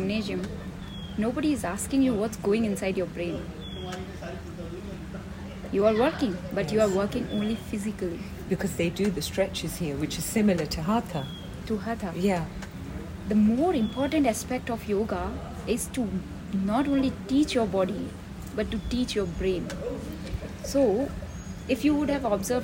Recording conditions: sounds in the background